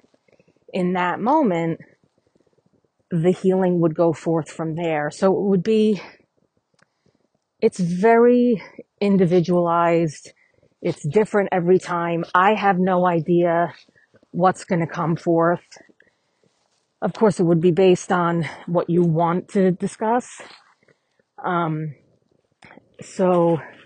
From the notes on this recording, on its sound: Walking the dogs